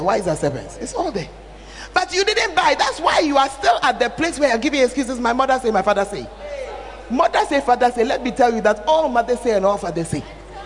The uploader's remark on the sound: Preached At The 12 Foundations Of The Bacenta Camp